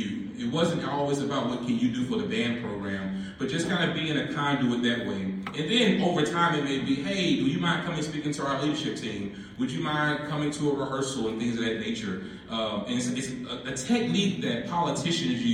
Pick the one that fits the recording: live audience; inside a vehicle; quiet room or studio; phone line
live audience